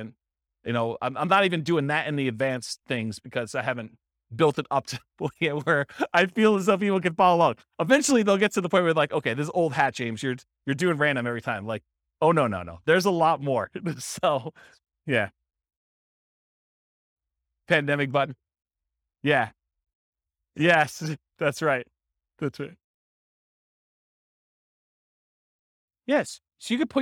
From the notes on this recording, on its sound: This was a live class recorded